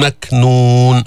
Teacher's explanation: مكنون شدة وهمس، الكاف هون مثل التاء بس المخرج بيختلف